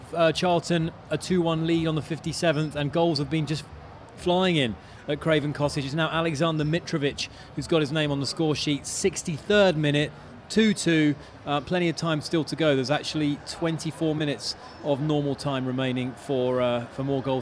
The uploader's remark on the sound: From our spiritual home Barasti